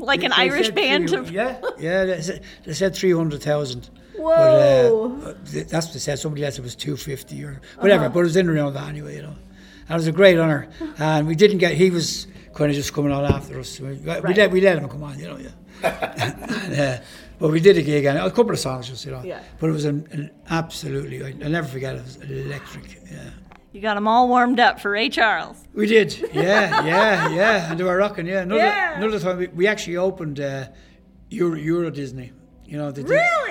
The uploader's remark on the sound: Recorded on location at the 2022 Greeley Irish Festival in Greeley, Nebraska.